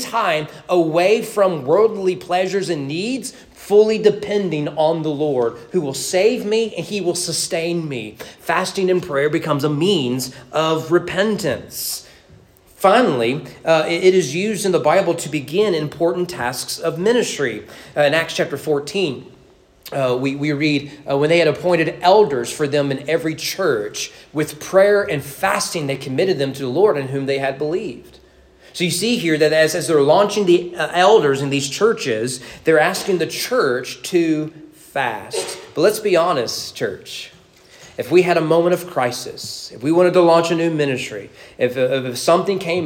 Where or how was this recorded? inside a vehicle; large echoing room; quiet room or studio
large echoing room